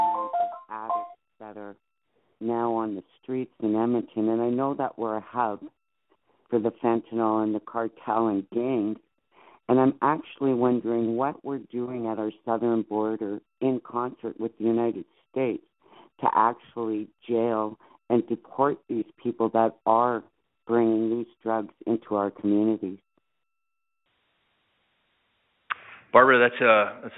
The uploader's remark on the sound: Public Safety Telephone Town Hall (Edmonton). Interactive telephone town hall.